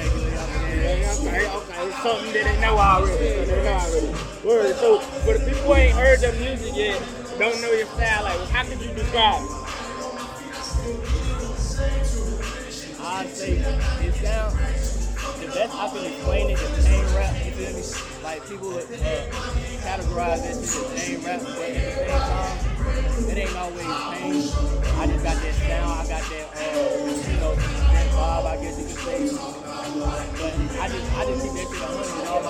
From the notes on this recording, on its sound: live from the OutDaMud event in Charlotte, NC